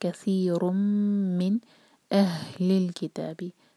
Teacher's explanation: ہا کو سینے سے نکالیں گے. لو یردونکم، روح بھی، اس کے بعد دال لائٹ، تو دال جو ہے زبان کی ٹپ سے ادا ہوتا ہے.